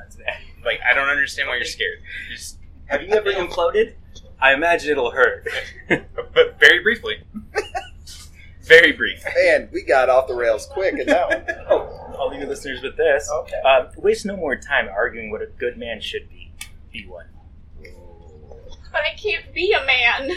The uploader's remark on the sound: Had a great conversation with three great Americans I get the pleasure to work with here in Kenya. The audio is a little sketchy.